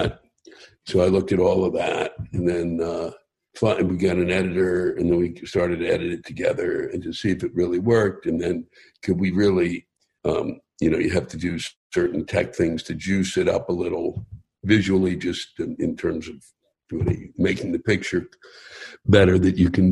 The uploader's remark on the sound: spoke with me over Zoom